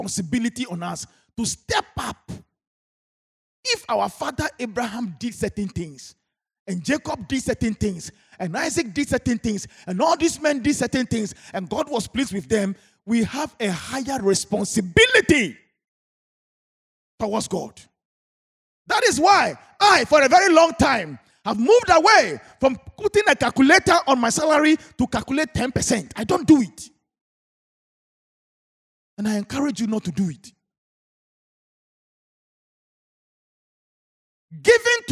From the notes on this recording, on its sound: Sermon preached at CBC Shiashie Campus